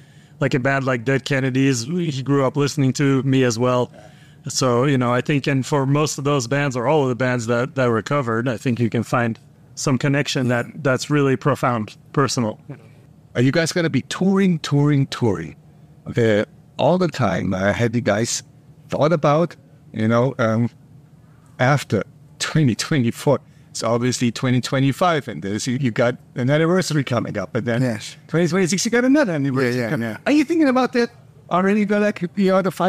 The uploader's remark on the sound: In our exclusive ROCK ANTENNE interview at Summer Breeze Open Air 2023.